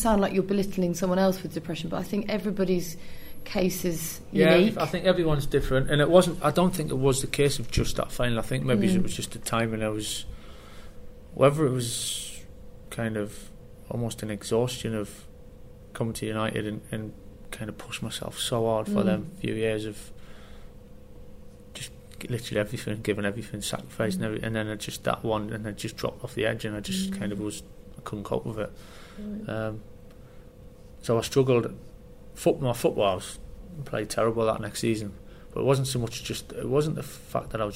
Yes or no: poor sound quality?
no